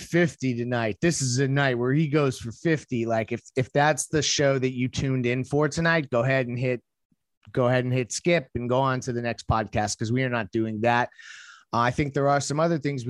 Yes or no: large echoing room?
no